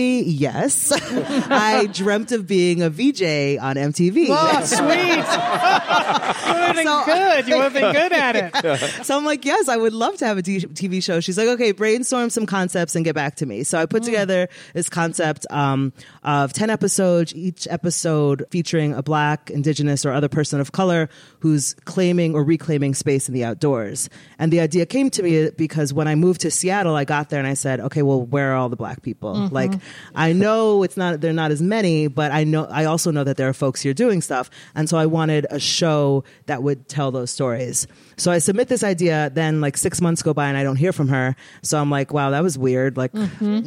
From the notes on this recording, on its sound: Recorded in front of an audience at GU Energy headquarters.